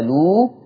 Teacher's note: مد البدل اللي هو حرف الواو اللي بيبقى فيه القصر والتوسط والاشباع فتبقى الو، اثنين واربعه وسته.